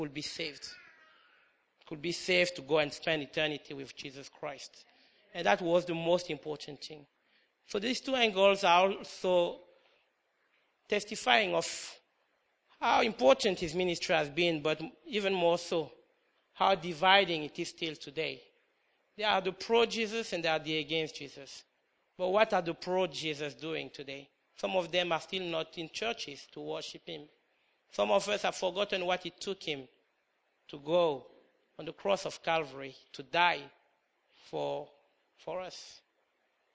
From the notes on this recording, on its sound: Comes from King's Church Good Friday Communion Service 2013.